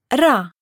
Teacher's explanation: the actual Greek R, ro, is rolled in the front of the mouth.